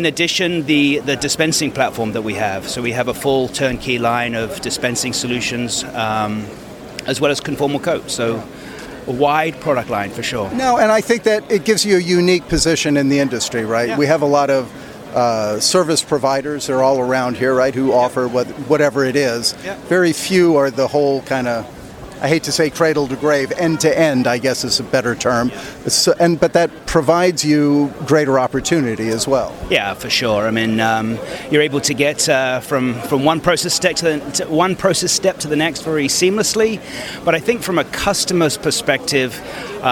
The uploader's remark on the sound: At APEX 2023 – EMSNOW & SCOOP On Location